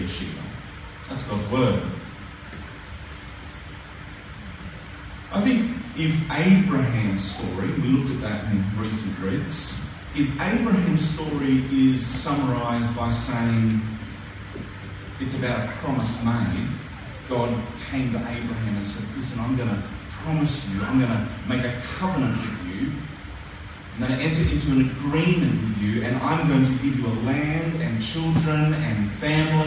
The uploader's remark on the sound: A few audio problems this week, but we got there in the end.